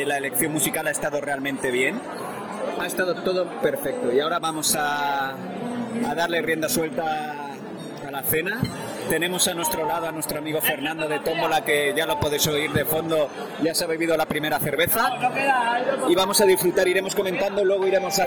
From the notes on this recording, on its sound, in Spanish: Programas grabado desde dentro de la Gala XI de FAFBA.